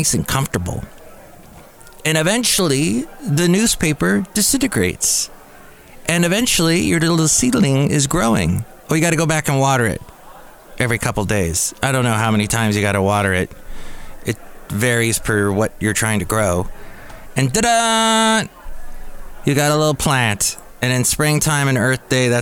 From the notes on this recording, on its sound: Podcasts live from Cafe Anyway.